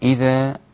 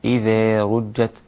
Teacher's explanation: إذا قلت إذا هذا الفتح، أما إذا قلت إذا رجت فأنت ذهبت إلى التقليل أو إلى الإمالة